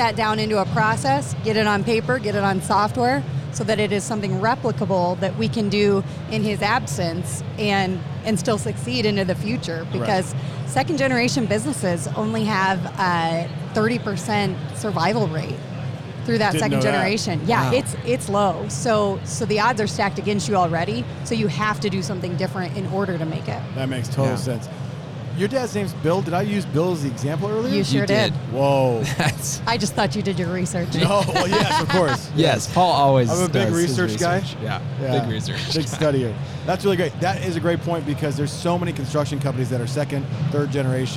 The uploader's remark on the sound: we are LIVE from Las Vegas at the International Builders’ Show!